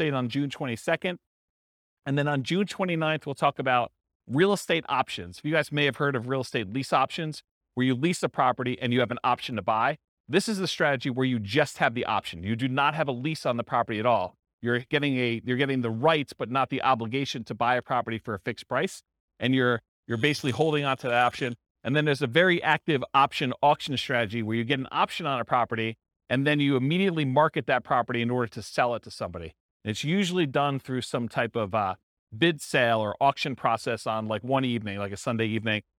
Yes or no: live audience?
yes